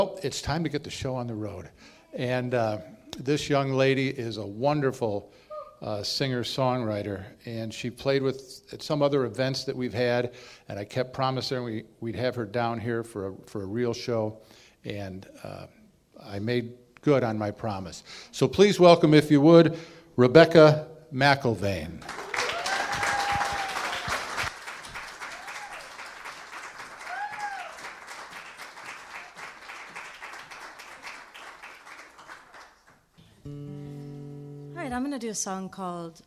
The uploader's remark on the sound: Live at the Reg Lenna Media Arts Studio. Originally recorded live in front of a studio audience. Inside the Reg Lenna Center for the Arts' Media Arts Studio.